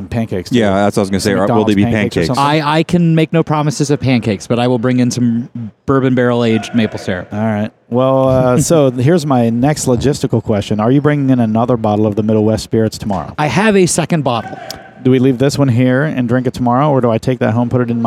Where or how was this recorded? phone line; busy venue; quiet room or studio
busy venue